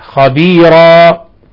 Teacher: ثم الوقف على تنوين الفتح خبيرا بالألف العوضية